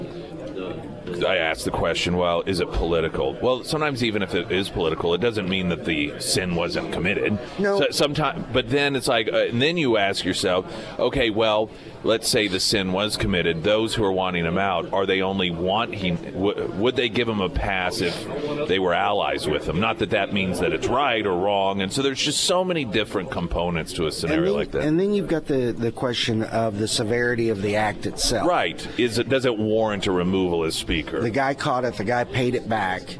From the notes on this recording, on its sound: live at Scramblers Diner for the Friday Roadshow.